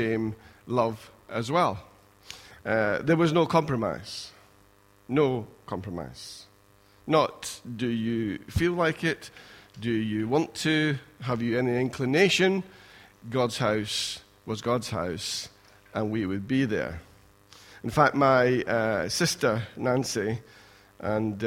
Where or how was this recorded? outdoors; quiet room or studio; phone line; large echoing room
large echoing room